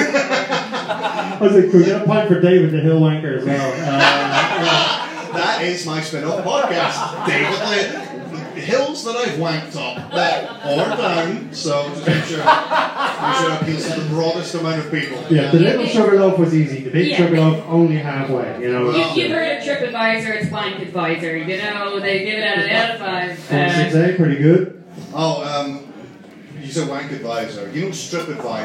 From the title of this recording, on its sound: Live in Dublin